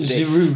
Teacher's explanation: I think you have to not pronounce the D.